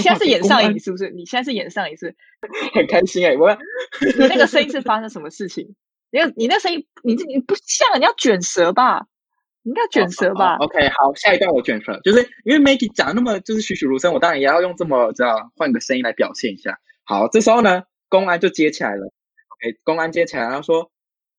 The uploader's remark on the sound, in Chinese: 這集是線上錄音，音質可能沒有這麼好